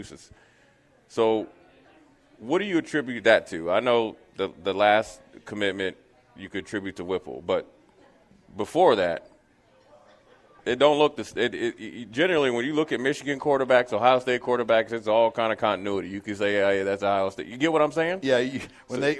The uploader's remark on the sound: Live from Tanner's